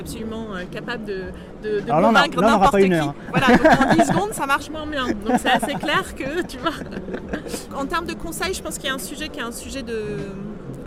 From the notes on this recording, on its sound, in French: Le MSB show était en direct sur le plateau TV de BPI France pendant éventement BIG fin Mai 2016.